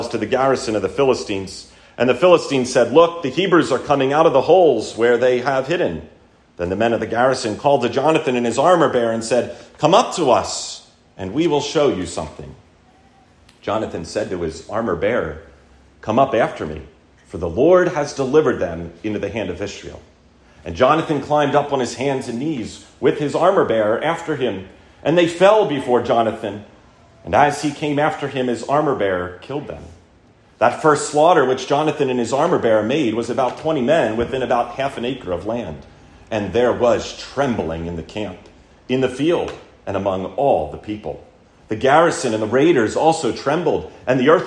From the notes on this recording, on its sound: Recorded at Landis OPC